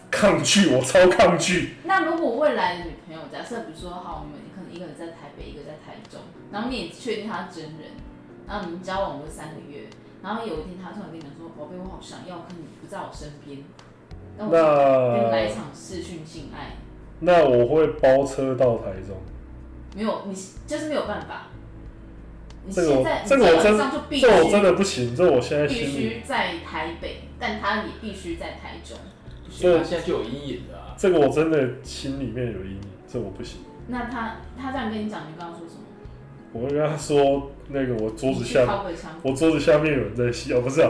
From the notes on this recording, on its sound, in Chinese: 早期節目錄音品質不佳，敬請見諒